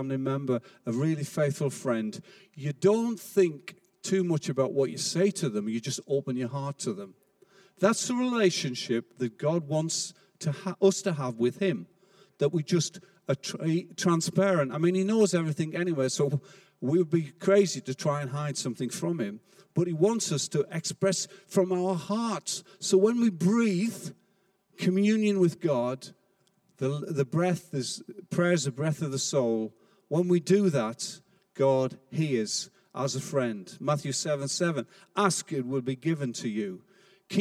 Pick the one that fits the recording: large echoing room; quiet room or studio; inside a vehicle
large echoing room